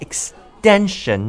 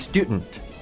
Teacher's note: There is a T in extension, but it sounds like D. · Term: assimilation